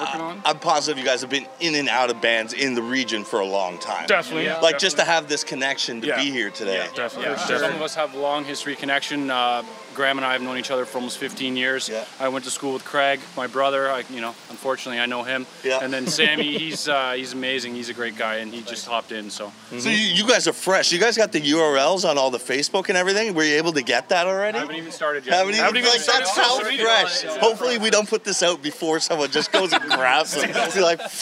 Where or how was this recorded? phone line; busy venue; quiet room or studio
busy venue